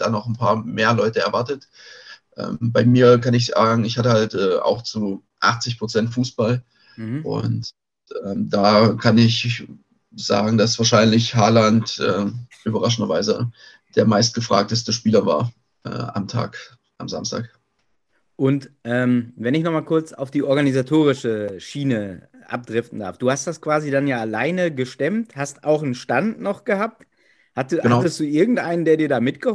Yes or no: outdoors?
no